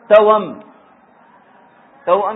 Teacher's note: هم كتبوها هكذا لأنهم ينطقونها، هم يحذفون الهمزة حتى في النطق، هم يحذفون الهمزة حتى في النطق، عندهم همزة مفتوحة وقبلها واو ساكنة، ينقلون الفتحة إلى الواو الساكنة ويحذفون الهمزة، هو النطق هكذا لأن نطقهم كان توأم، توأم يقولون توأم، يحركون الواو.